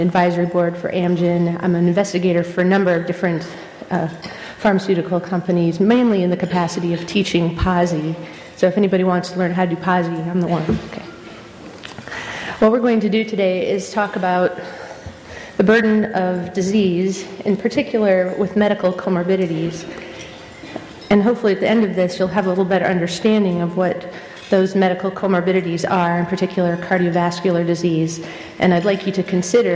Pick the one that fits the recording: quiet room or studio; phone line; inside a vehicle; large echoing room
large echoing room